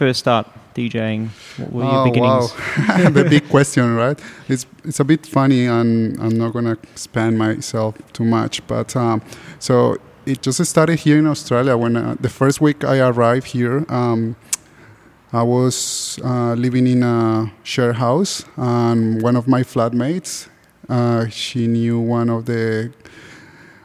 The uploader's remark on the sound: Live conversation in the gallery